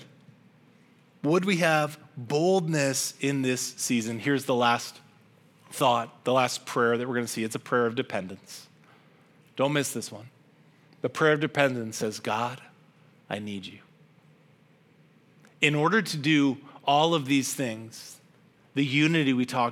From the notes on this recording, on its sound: This message was originally preached at Highpoint Church on Sunday, September 3, 2023